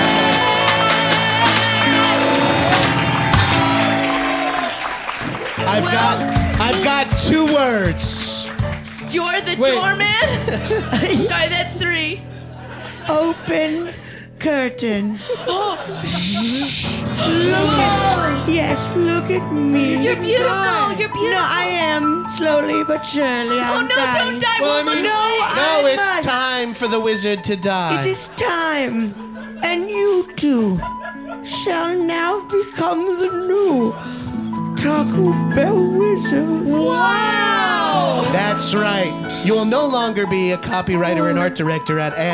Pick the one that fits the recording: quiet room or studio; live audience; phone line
live audience